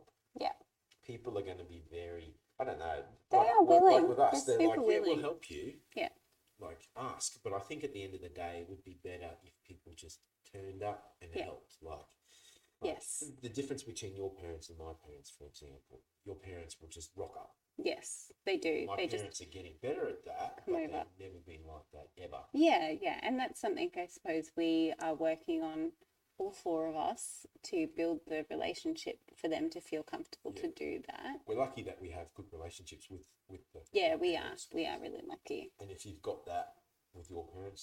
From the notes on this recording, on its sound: we apologise for the audio, we've done our very best in post production to make it the best it can be.